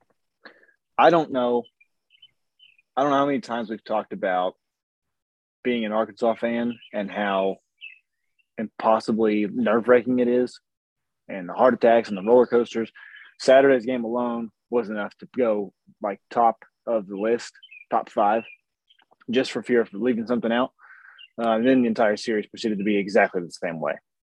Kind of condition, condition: link, video call